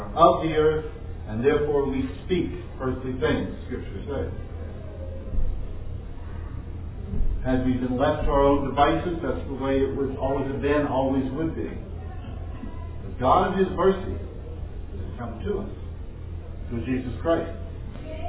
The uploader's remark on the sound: This was preached in an open public venue, so please forgive the background noise.